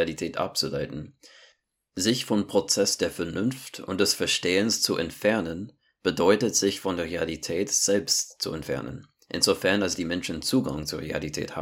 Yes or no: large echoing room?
no